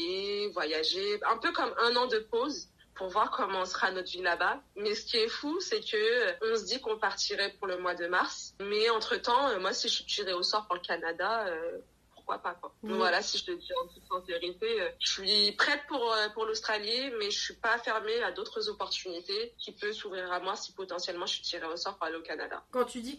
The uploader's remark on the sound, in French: L'épisode a été enregistré par appel téléphonique, il se peut que la qualité laisse à désirer à certains moments